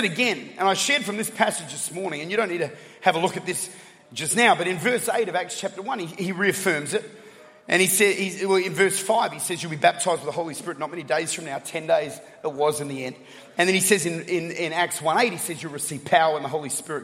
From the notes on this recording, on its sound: Recorded at The Church at Chapel Hill in Atlanta, Georgia